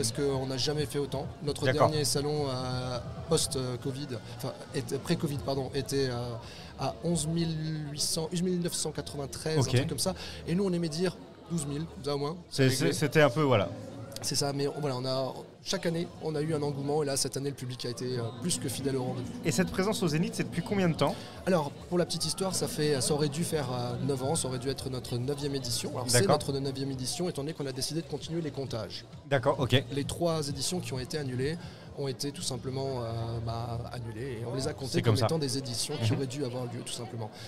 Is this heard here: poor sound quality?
no